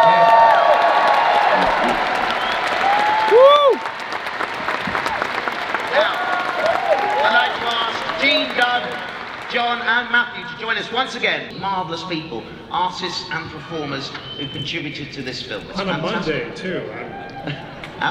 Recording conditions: live audience